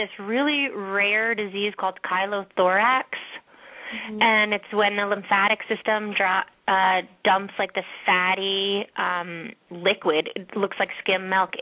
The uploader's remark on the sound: open up the lines for listeners to call